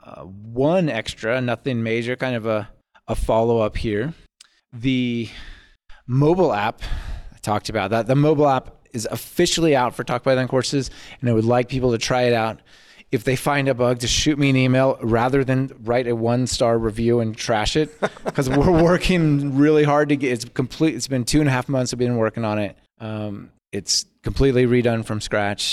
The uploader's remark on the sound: Live From PyCon